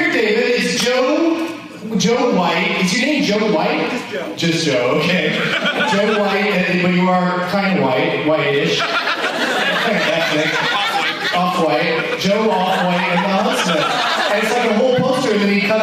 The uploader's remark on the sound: against audience members at two shows at the Funny Bone in Toledo, OH